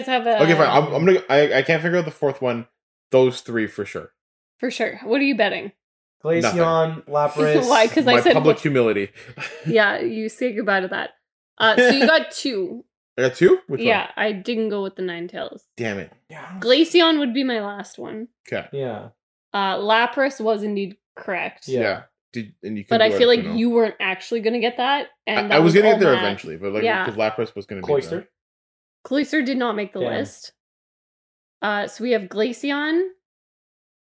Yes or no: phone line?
no